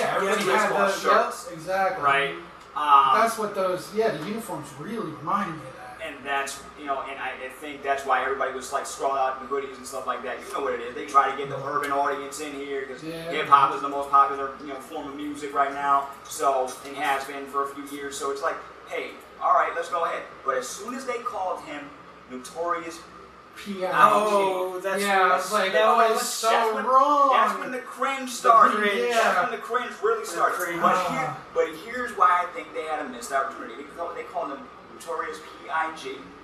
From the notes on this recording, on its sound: Thanks to audio issues it took a while for us to clean it up.